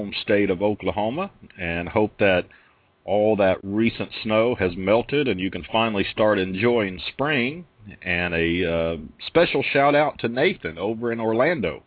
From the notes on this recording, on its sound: Open phone lines for whatever trucking topic is on your mind.